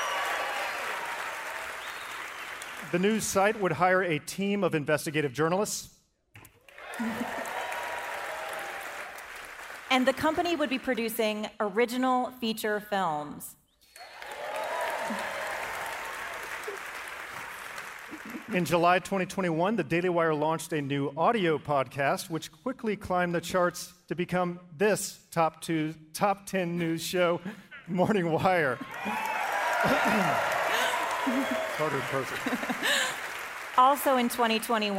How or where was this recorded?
live audience